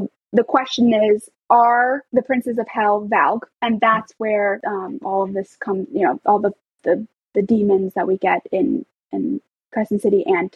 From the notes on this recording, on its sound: This episode of Book Talk for Book Tok was recorded on Riverside. This episode of Book Talk for Book Tok was recorded on Riverside.fm , a cloud-based podcast recording platform.